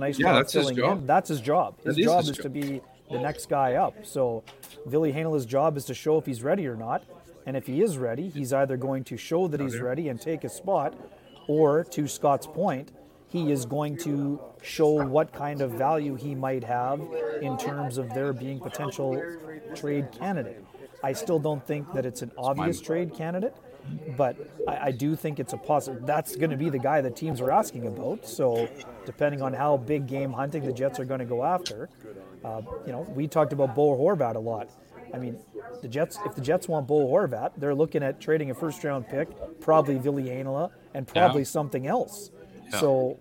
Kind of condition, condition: setting, busy venue